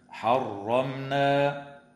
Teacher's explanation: وتظهر الميم الساكنة عند النون